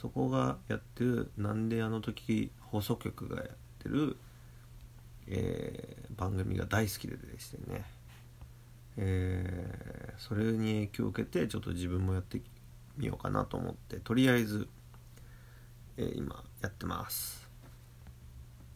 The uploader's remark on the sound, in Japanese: ウェブの仕事をしながらiPhoneで録音。編集なし。